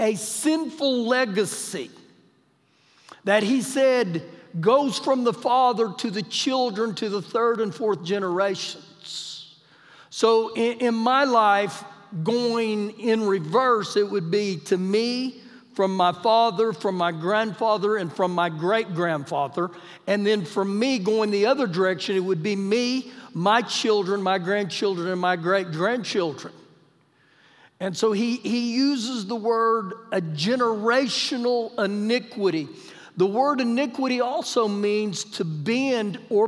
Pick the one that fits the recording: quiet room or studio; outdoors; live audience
live audience